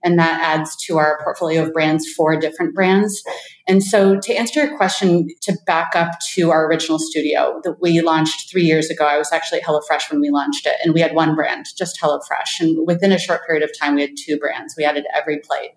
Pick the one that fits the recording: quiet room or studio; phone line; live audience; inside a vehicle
quiet room or studio